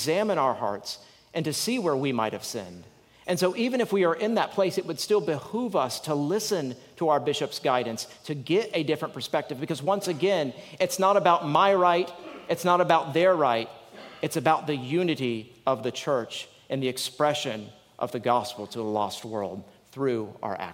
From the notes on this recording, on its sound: Lectures given at the 2023 Convocation for the Jurisdiction of the Armed Forces and Chaplaincy®.